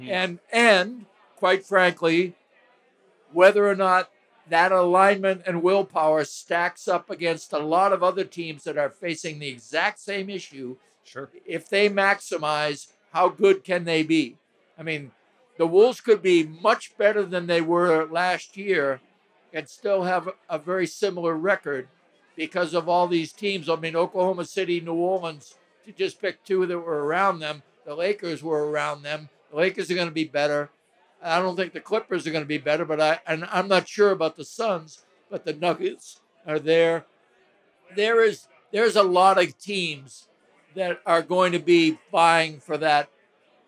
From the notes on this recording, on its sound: WolvesFest 2023. At Falling Knife Brewing Company for a live podcast where they answer in-person listener questions.